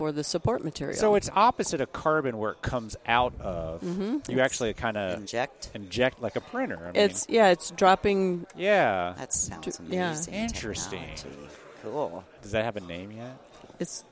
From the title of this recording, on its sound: Wrapping It All Up at the Ivoclar Ballroom From Lab Day Chicago